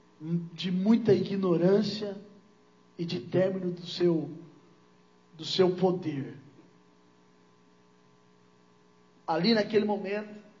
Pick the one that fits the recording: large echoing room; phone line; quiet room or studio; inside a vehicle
large echoing room